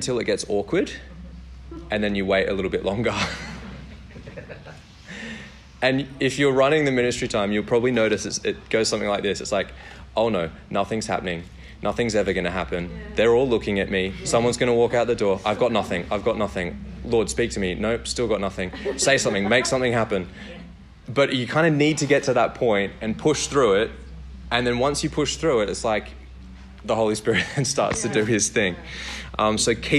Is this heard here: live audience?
yes